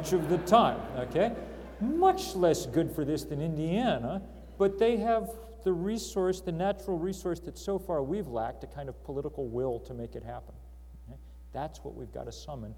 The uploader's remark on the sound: Yoder Public Affairs Lecture, Question & Answer session